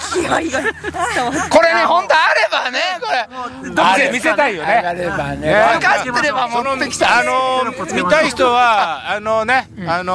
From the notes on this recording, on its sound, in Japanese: 長野県ビーナスラインの霧ヶ峰高原にて。バイクツーリングをして青空対談収録を開催いたしました。